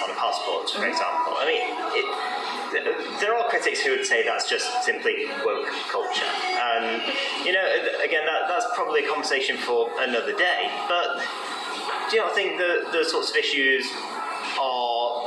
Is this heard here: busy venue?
yes